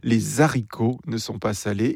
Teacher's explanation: la phrase suivante « Les haricots ne sont pas salés », prononcée à la Cajun avec la liaison